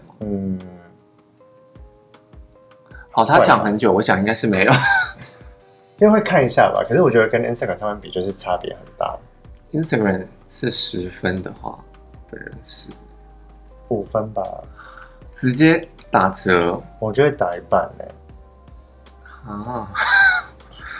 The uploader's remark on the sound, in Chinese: 收音跟內容都很陽春